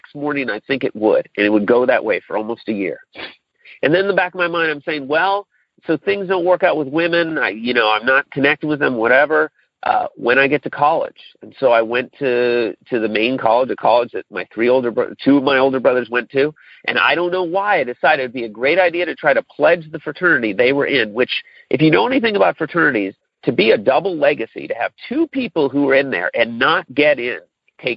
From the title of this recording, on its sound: Monday Noon Phone Speaker Series